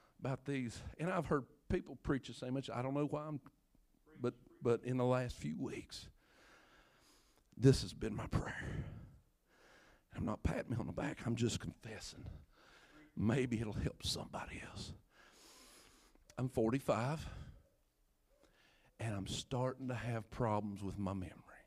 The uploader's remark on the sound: first preached at Craigsville Holiness Church Labor Day Weekend 2019